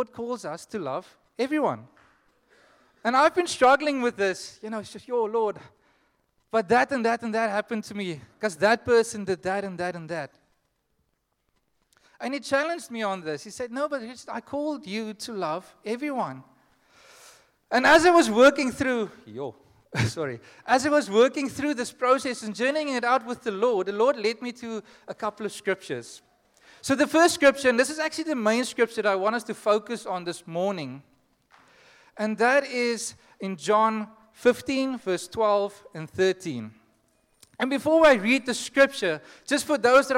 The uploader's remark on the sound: Joshua Generation Church Wellington AM congregation